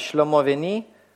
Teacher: Значит, ударение вот в этой фразе «шлёмо вени» будет падать на самый последний слог «ни». А значит, «мо» – это долгий гласный в предпредударном слоге. А потому что, опять же, поскольку эти два слова читаются вместе, то у нас возникает перед буквой «бет» возникает гласная.